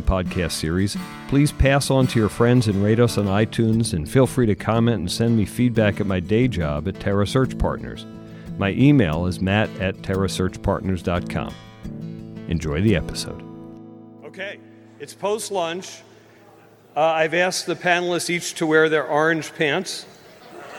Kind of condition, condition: setting, busy venue